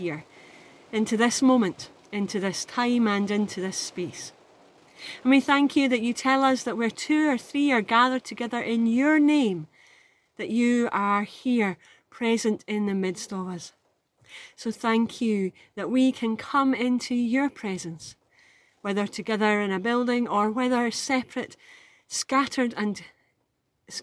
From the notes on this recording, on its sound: on location in Oban as she experiences the challenges of broadcasting in wet and windy Autumn